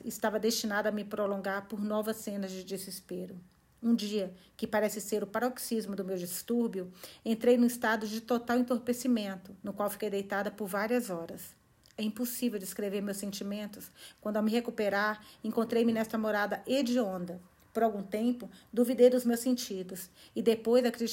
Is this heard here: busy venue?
no